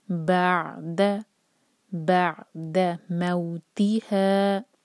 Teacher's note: عین پر سکون ہے، عین کے مخرج کو ٹچ کریں گے لیکن جھٹکا نہیں دیں گے بالکل بھی